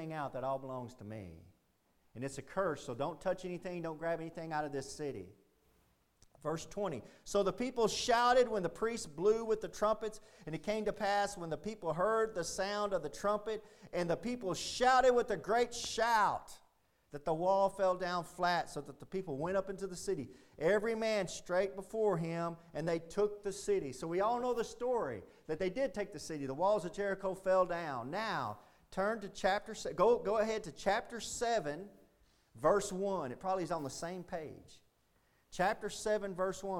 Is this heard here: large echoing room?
yes